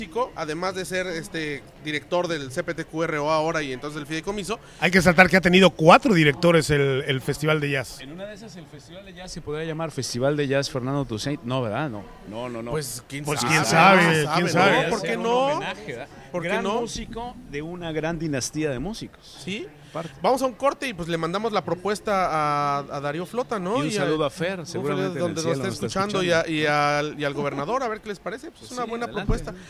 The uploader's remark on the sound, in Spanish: Tertulia radiofónica en el 17º Festival Internacional de Jazz de la Riviera Maya. Transmitido el domingo 1 de diciembre de 2019 desde el Festival de Jazz de Riviera Maya.